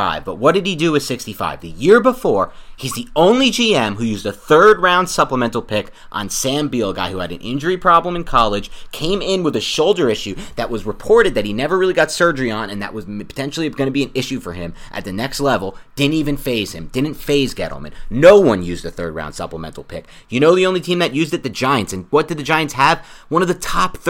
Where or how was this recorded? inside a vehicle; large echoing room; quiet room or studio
quiet room or studio